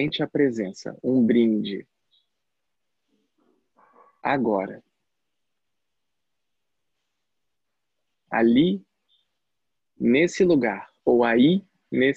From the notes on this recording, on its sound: Online via Zoom